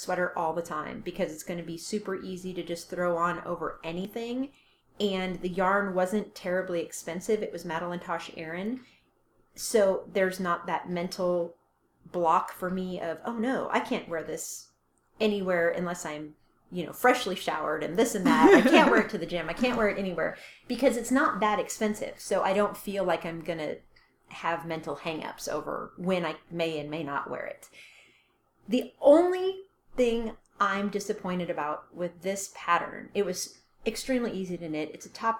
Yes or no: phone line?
no